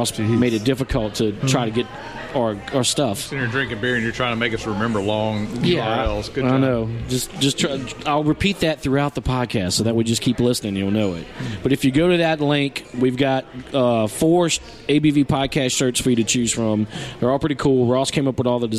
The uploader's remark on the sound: At Roux 61 Restaurant in Baton Rouge, Louisiana on the night of their launch party.